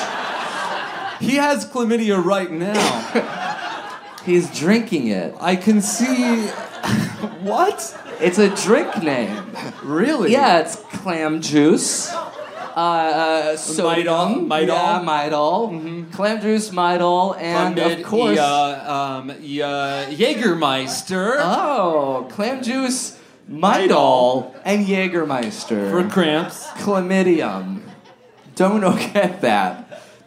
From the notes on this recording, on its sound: live at Resident in Downtown LA!